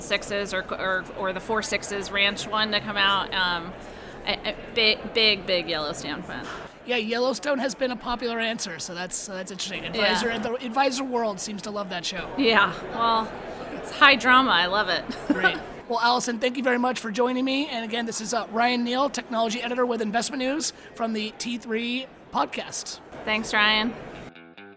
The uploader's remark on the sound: Special episode from T3. Live from the T3 expo hall in Tampa, Florida.